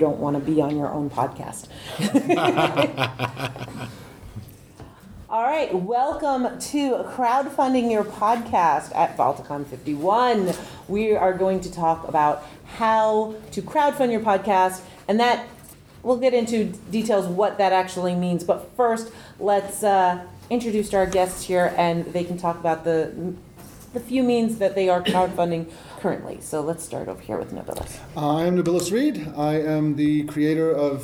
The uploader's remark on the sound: In this panel from Balticon 51